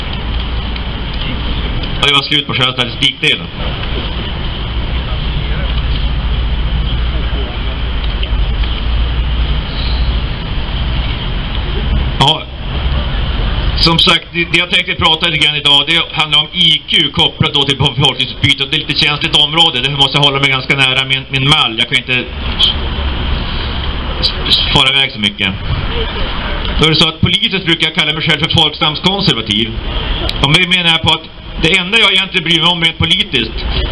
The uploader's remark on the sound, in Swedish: 3 november 2019 på Raoul Wallenbergs torg